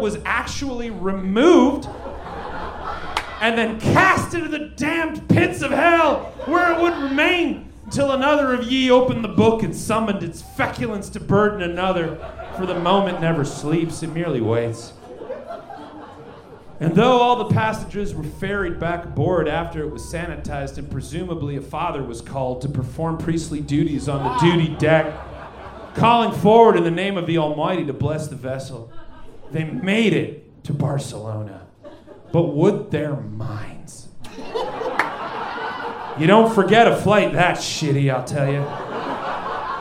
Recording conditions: live audience